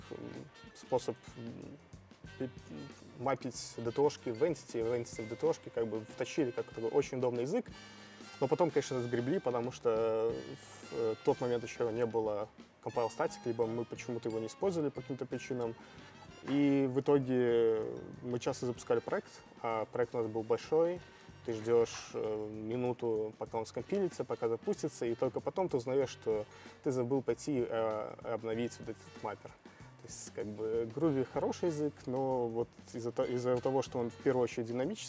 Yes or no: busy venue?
yes